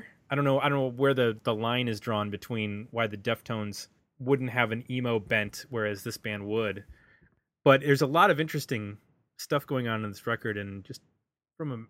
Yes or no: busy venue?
no